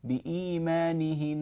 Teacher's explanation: لابد من الغنة الطويلة وصلا ووقفا